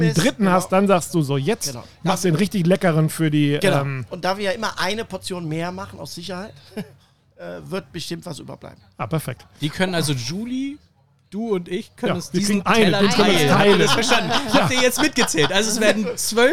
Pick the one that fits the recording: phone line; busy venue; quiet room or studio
busy venue